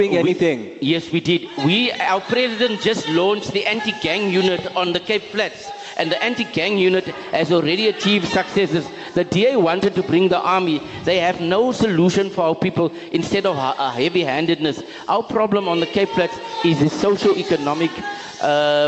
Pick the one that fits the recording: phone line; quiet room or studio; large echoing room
large echoing room